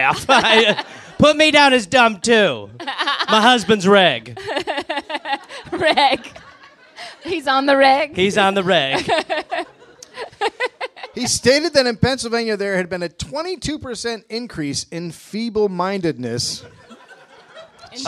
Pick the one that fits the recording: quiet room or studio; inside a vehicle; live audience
live audience